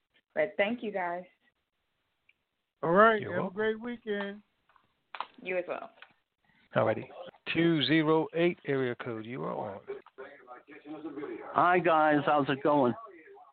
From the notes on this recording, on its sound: TNTSuperfantastic Conference Call